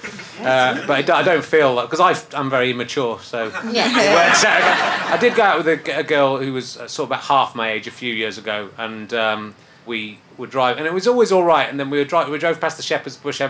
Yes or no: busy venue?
yes